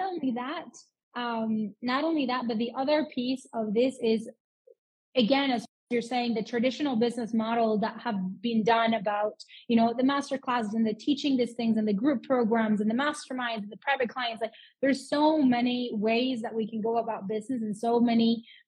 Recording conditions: video call